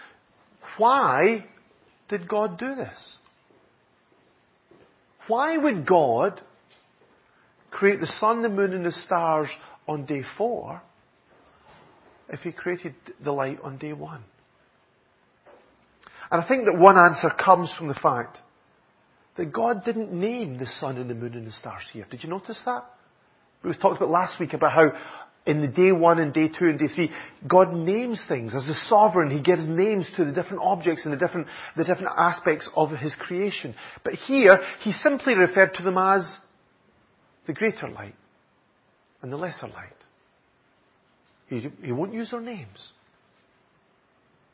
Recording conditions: large echoing room